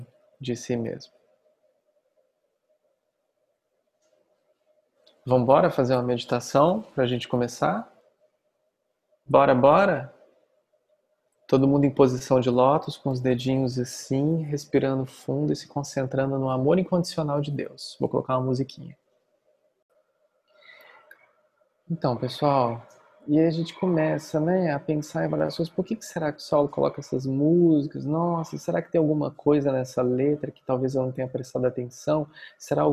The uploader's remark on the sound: Online via Zoom.